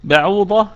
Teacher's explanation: الكلمة كلها مرققة ما عدا حرف الضاد، فالضاد هنا في المرتبة الثانية من مراتب التفخيم. لأنها مفتوحة وليس بعدها ألف.